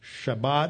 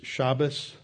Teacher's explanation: Often when you get into Eastern European Jewry, they drop a final T on a word and pronounce it as an S. · Shown in: second take · For example, Shabbat is Shabbos and other words like that.